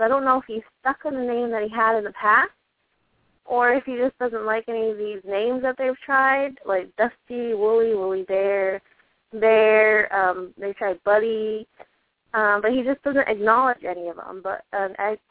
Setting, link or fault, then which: link, phone line